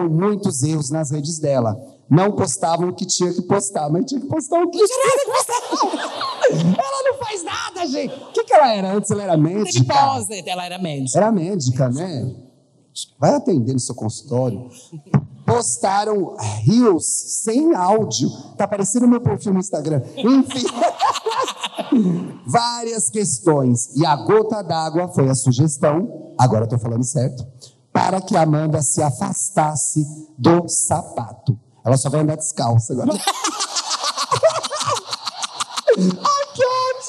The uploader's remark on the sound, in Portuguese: Ao Vivo no Teatro